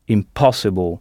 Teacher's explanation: Toujours avec la syllabe accentuée à l'oral placée avant le son able